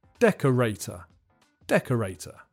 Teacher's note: The pronunciation this time is simple. The main stress is on the first syllable, and there's a secondary stress on the third syllable.